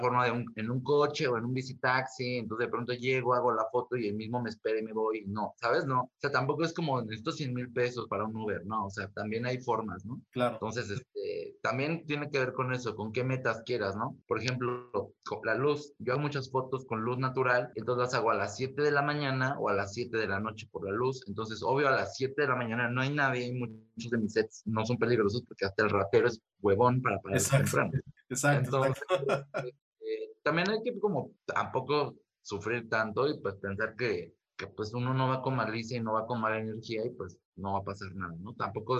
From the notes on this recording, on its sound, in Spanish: entrevisto vía zoom